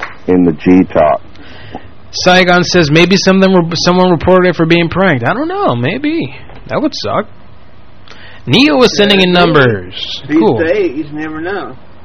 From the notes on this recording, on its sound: Personal Prank Phone Calls Collection